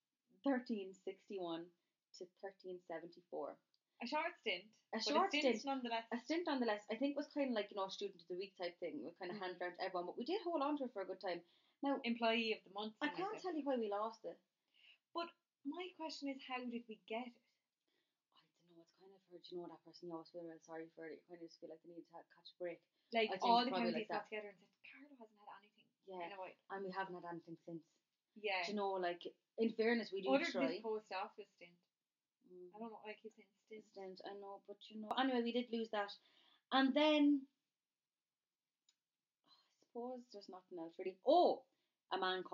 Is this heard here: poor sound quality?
yes